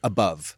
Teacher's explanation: The O in above is schwa.